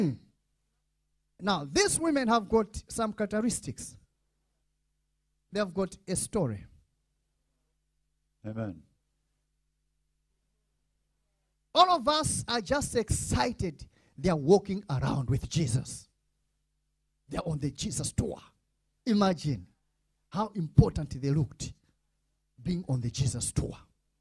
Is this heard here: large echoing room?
yes